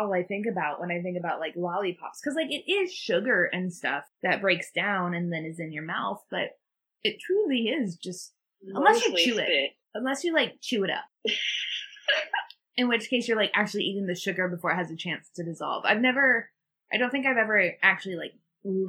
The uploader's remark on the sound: the audio is a little wonky